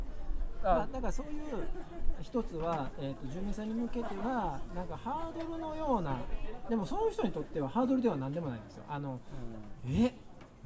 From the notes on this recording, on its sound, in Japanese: 2021年7月22日に開催された「イノタウンフェス」の特設会場で収録しております。宝塚市小林イノタウン 初のロケです。